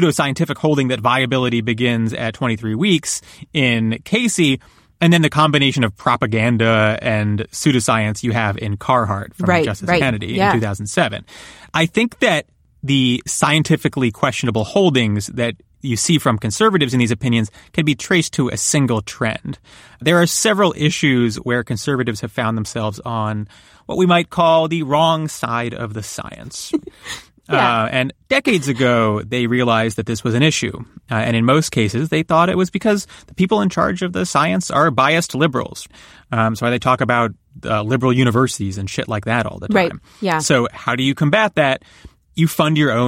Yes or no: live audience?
no